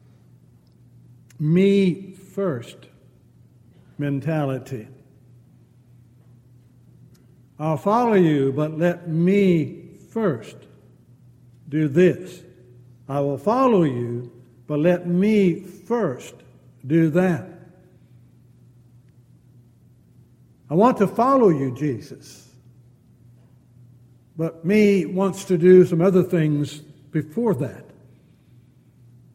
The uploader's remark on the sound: Downtown Church Of Christ Audio Sermon